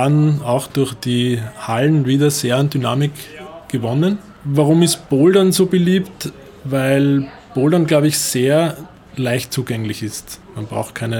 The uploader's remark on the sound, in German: Im Rahmen der LaSportiva Climb World Tour waren wir in der Boulder Bar in Wien. Wurde im Rahmen der Climb World Tour in Wien aufgenommen.